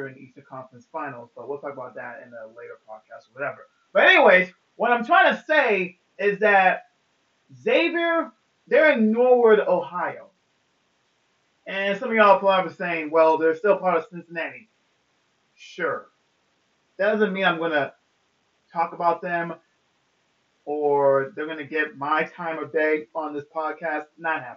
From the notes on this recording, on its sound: forgive me of the audio on this pod smh.